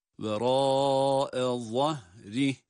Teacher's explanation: Vera'e zahrih derken za harfi kalın. Za harfi kalın ve peltek.